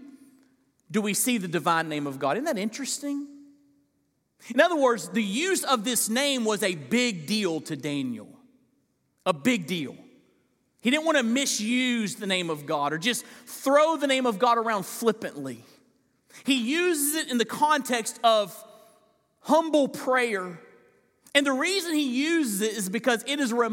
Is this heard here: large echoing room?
yes